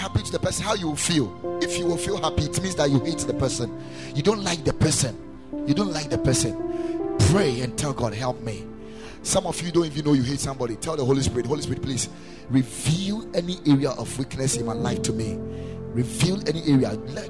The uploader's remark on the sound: Preached at the Ekklesia Chapel